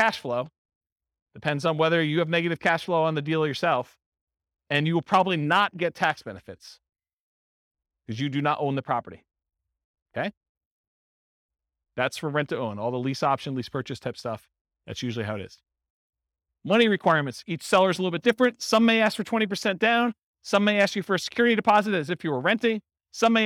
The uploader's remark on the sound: This was a live class recorded